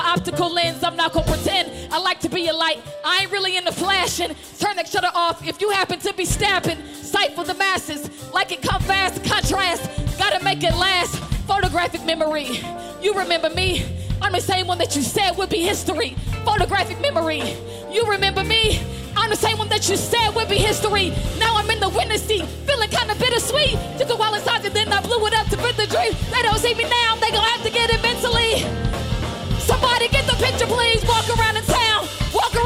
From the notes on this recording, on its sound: This performance was taken from the Chreece music festival hosted at the White Rabbit Cabaret in 2019.